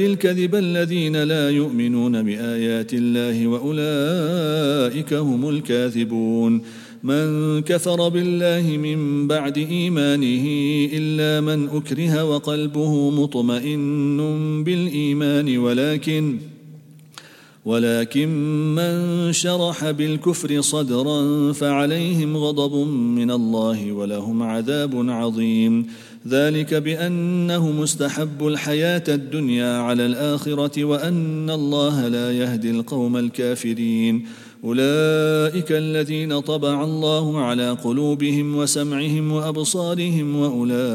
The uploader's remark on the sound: at the Houghton Masjid (West Street)